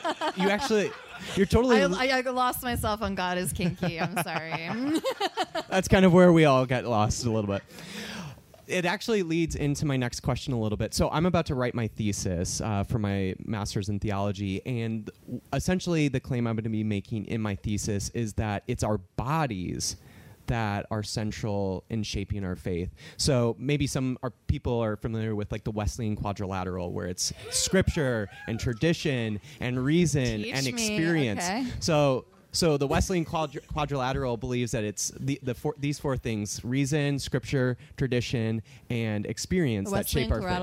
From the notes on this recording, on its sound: live at the 2021 Wild Goose Festival